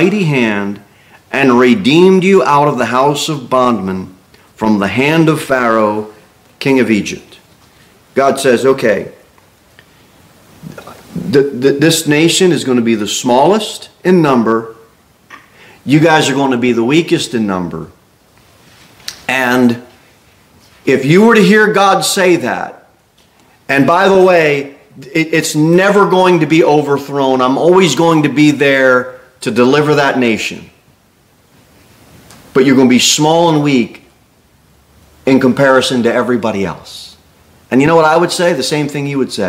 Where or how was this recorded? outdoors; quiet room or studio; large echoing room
large echoing room